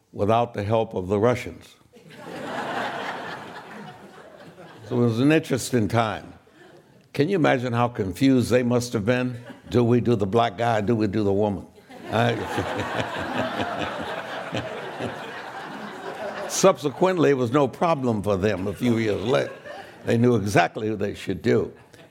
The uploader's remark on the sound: This program was recorded in front of a live audience at The Commonwealth Club in San Francisco, California on May 2nd, 2019.